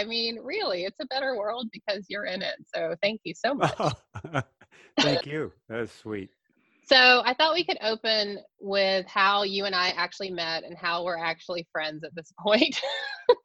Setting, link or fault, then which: link, video call